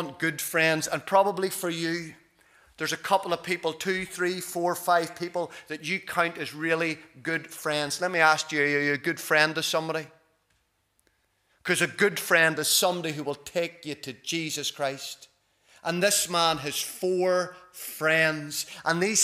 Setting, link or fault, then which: setting, large echoing room